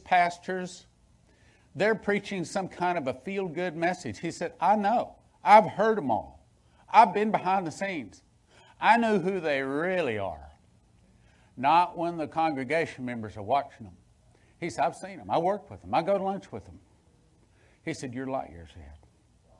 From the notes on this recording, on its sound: Sunday Main Service.